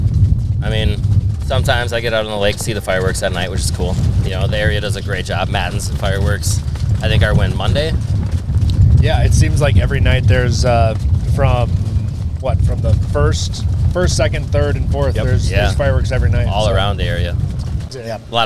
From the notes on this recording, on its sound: Live from a WINDY Ernies on Gull. Live from a WINDY Ernies on Gull. The Listen Local guys ventured over to Ernies.